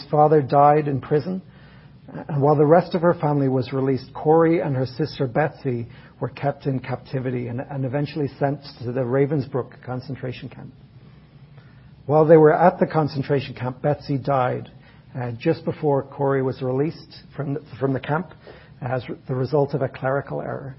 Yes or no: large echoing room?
yes